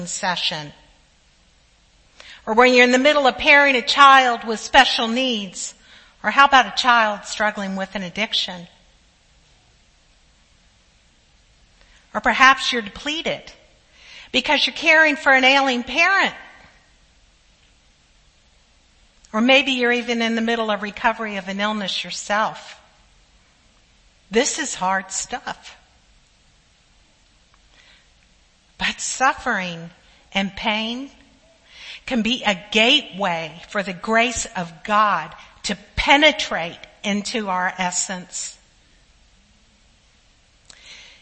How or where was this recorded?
large echoing room